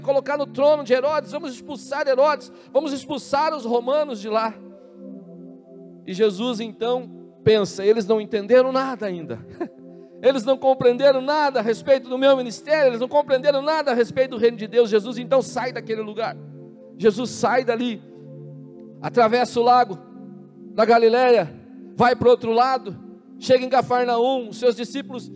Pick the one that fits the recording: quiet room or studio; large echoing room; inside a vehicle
large echoing room